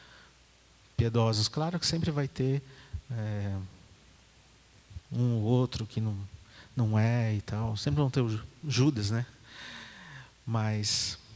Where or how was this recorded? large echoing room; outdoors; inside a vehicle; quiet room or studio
large echoing room